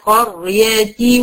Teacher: قرية ساكنة وما قبلها مفتوح مفخمة · Term: التفخيم